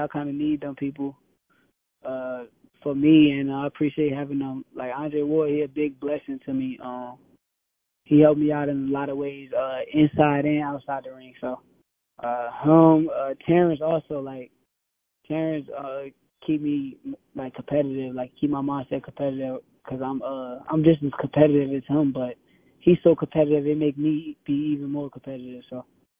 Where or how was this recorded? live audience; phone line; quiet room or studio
phone line